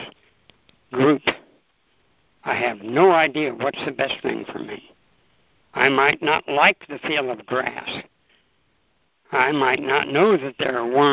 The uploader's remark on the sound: ACIM Daily TEXT Conference Call.